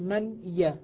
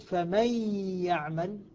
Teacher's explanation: فإذا أدغمت النون في الياء قلت فمن يعمل، نطقت بالحرفين حرفا واحدا فأصبحت هنا ارتفاعة واحدة بدل ارتفاعتين · Shown in: second take · Term: الإدغام